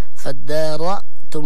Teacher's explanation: الهمزة التي بعد الراء لا تتفخم